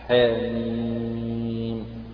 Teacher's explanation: بالنسبة لحاء هذه تمد مدا طبيعيا بمقدار حركتين، ونوع هذا المد يقال عنه مد حرفي طبيعي، لأنه في حروف فواتح السور.